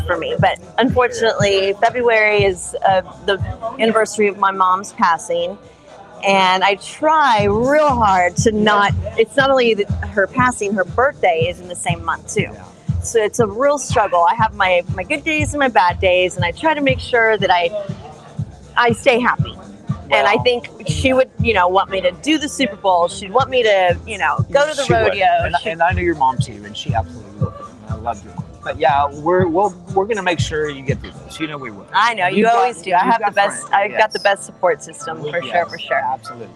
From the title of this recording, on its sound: Live from The Hollow